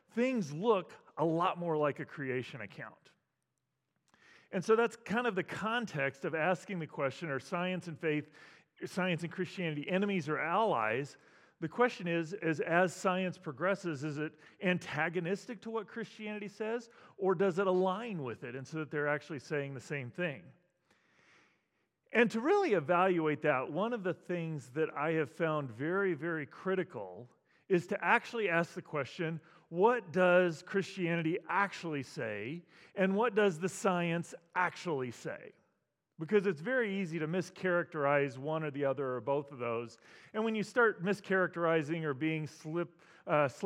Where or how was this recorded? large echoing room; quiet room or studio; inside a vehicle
large echoing room